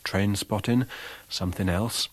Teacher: in popular accents, the ing suffix is pronounced with an alveolar nasal in. You can hear that in the expressions train spotting, something else.